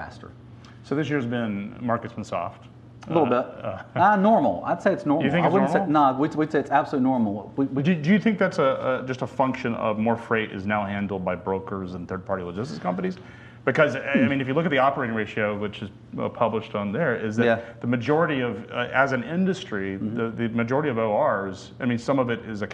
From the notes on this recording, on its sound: The interview was filmed during the Truckload Live Summit in Chattanooga, TN on December 5, 2019.